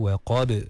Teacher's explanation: ada ba yang qalqalah kat situ, waqab sama juga dilantunkan